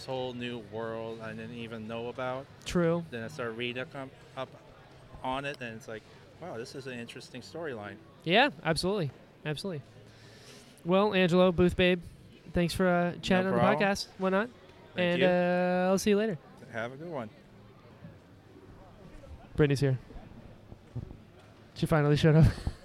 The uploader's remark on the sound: This episode was recorded at PALMCON!